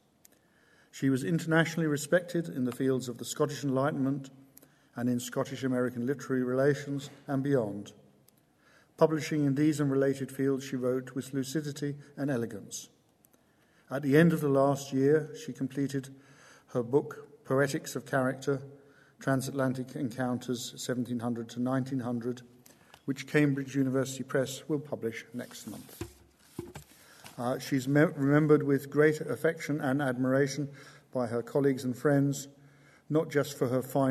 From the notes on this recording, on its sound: This lecture is part of the University's Gifford Lecture series. At the University of Edinburgh's Playfair Library Hall.